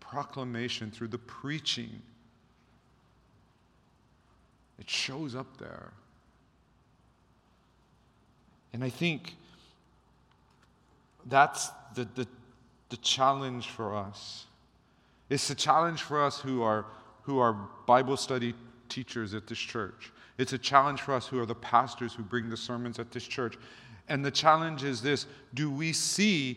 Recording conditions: large echoing room